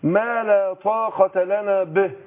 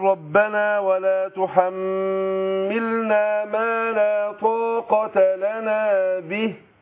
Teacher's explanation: مجرد أنه وقف في نص الآية كده لما وقف عليها عرف أنه إيه متقن، ليه؟ عشان الباء هنا مكسورة، واخد بالك، مرققة، والهاء برضو من حروف الترقيق · Shown in: second take